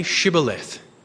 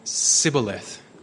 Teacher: Because of their accent of the Ephraimites, they couldn't say the sh sound. · Shown in: second take